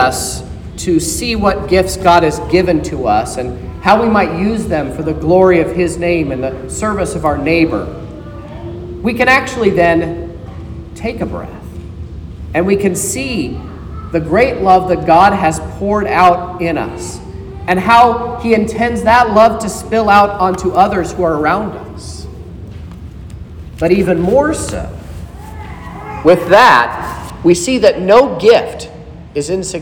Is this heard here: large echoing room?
yes